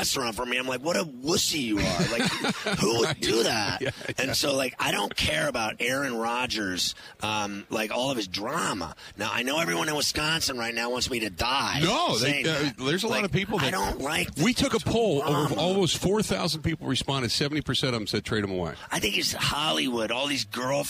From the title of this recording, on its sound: Live From Radio Row At Super Bowl 57